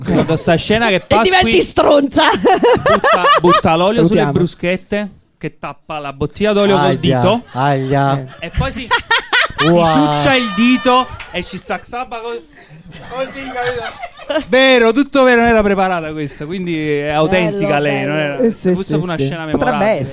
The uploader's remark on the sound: Live dal GhePensiMi di Milano.